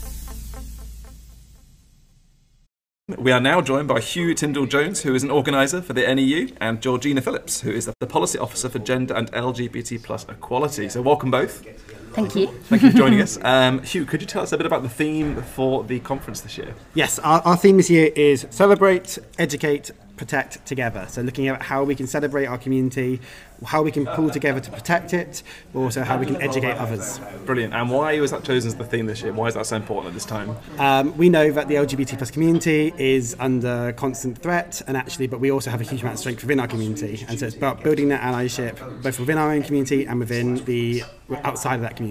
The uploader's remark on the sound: NEU LGBT+ Educators' Conference 2024. In this episode we capture the conference by speaking with organisers, guests, and stall holders.